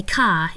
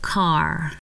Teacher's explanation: we don't use the vowel sound with the r at the end, like they do in the United States · Shown in: first take